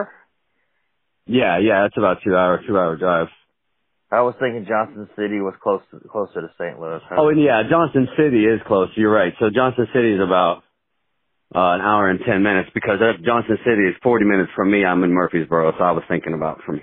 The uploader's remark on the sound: From Southern Illinois, call in to chat.